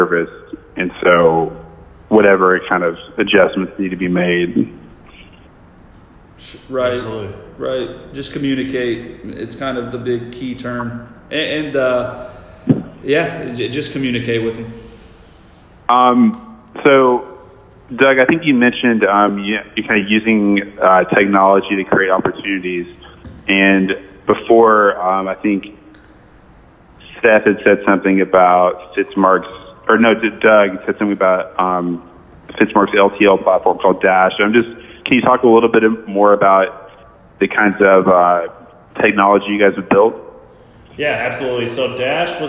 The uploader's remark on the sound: This is a phone call with freightwaves